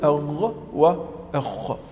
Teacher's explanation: أدنى الحلق أي أقربه مما يلي الفم، ويخرج منه الغين والخاء